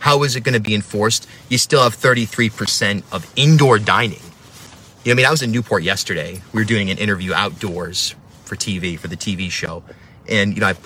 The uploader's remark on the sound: video that I made from my van